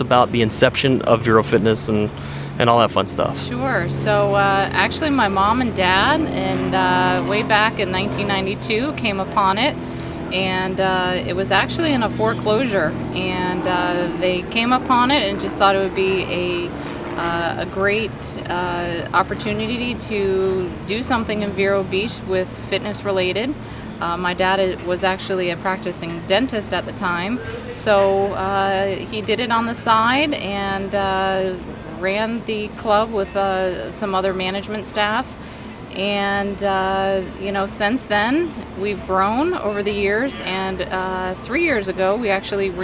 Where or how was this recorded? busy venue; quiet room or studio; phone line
busy venue